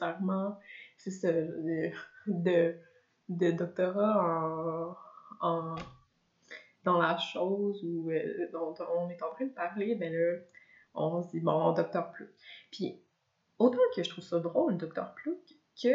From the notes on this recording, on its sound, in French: M'enregistrer parler, sans possibilité d'arrêter et de recommencer, et publier la chose telle quelle. Le son est mauvais (j'ai oublié d'activer mon micro, oups).